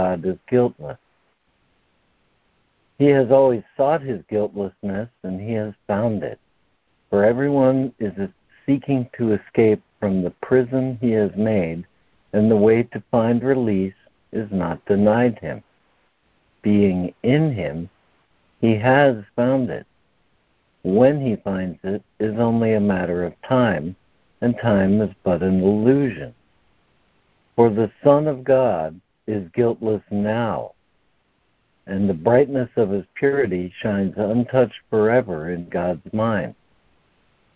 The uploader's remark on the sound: ACIM Daily Conference Call.